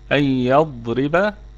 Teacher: الراء مرققة على أي حال في الوصل والوقف لأنها مكسورة هي بذاتها، وهي متوسطة يعني في وسط الكلمة فلن تسكن.